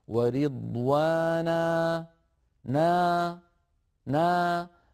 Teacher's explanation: فنجد صوت الألف يضعف ويتلاشى ويتخامد شيئا فشيئا، لا ينبتر بترا مفاجئا